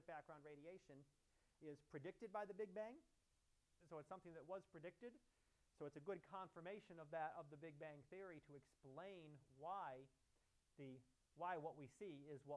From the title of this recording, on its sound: Live Class Lecture